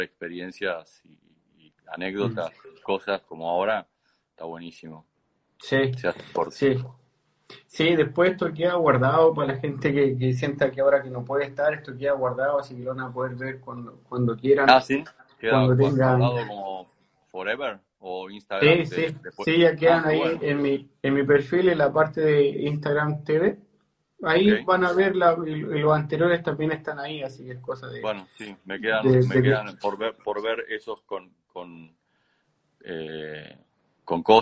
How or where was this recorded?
video call